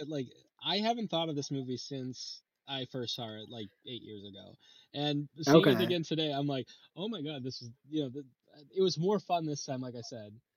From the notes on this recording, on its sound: Please note that something affected the audio quality of this episode. It honestly isn't to our usual standards, and we have tried to manage it as best as we could.